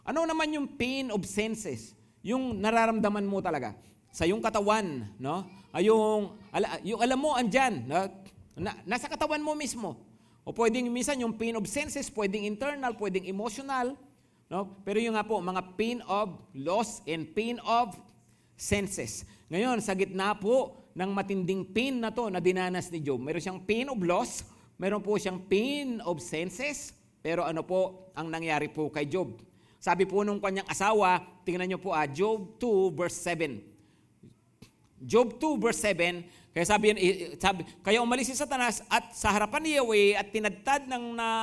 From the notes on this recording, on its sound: Preached last July 23, 2023, at Grace Testament Church's 10am service.